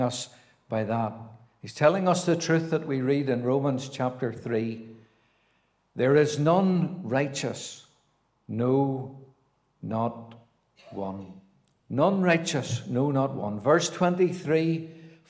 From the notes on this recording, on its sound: a Gospel Audio Recording from Ballyclare Gospel Hall